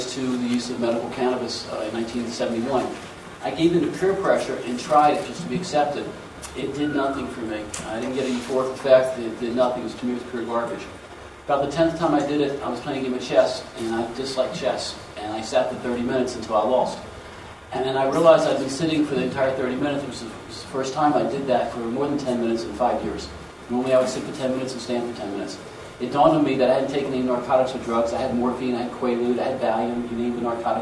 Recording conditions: busy venue